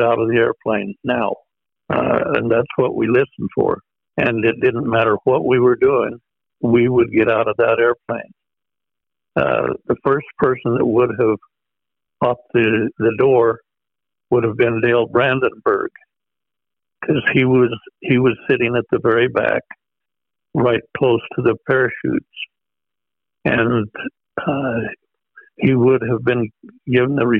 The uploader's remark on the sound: We feature a phone interview with the Operation's Officer from Joe's squadron.